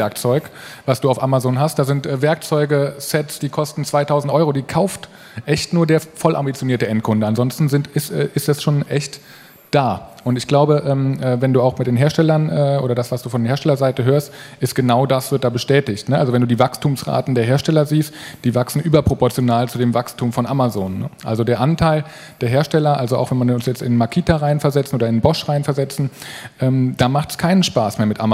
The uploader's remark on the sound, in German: Ist spontan beim Digital Commerce Day für einen anderen Speaker eingesprungen und hat einen denkwürdigen Vortrag zum Ende des Großhandels gehalten.